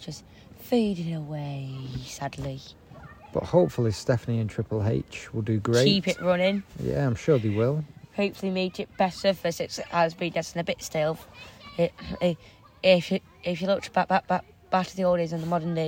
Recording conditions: sounds in the background